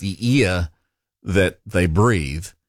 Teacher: younger New Zealanders are swapping vowel sounds for the air sound, so the air that you breathe and the ear that you listen with are being swapped around